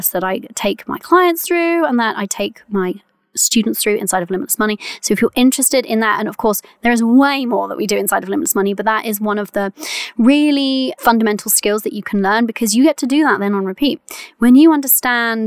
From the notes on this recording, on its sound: very first episode recorded from my van